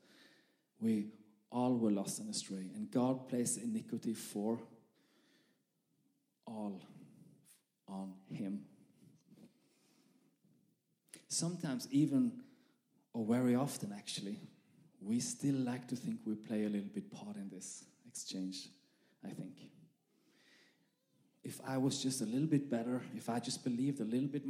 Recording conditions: live audience